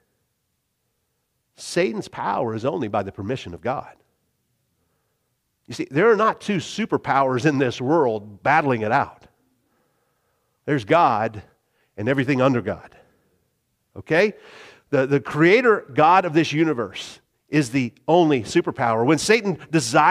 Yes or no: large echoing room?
yes